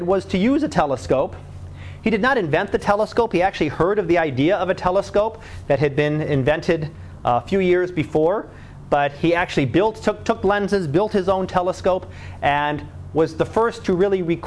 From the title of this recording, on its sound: Live Class Lecture